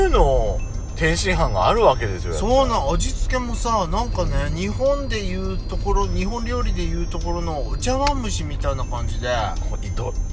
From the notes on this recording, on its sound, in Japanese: パーキング収録